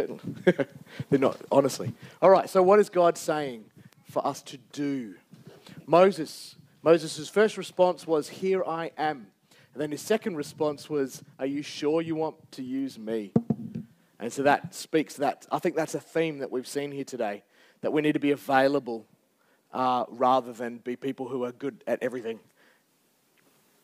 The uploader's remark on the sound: Recorded Live on 23rd July 2023